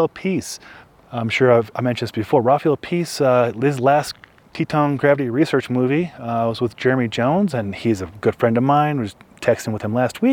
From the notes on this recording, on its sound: Its another live episode shot at Jones Pass and uploaded via Starlink.